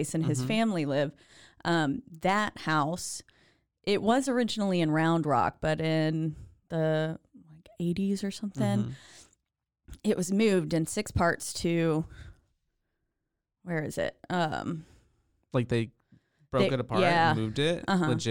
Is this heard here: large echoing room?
no